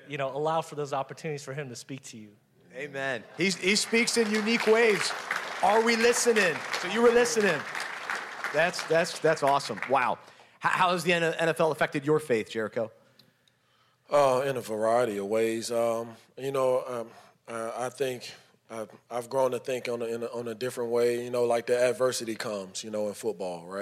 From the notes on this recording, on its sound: This edited audio was taken from "Super Saturday X", a special event put on by UNPACKIN' it the day before the Super Bowl.